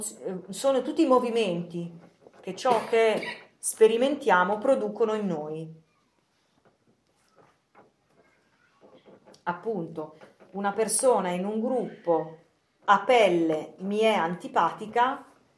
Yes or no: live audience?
yes